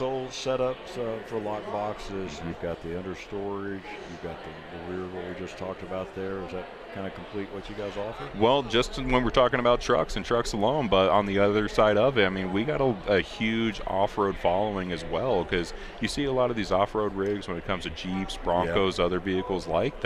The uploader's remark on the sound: International Sportsmen’s Expo 2024 Broadcast at The Colorado Convention Center. We are at the 2024 International Sportsmen’s Expo at the Colorado Convention Center.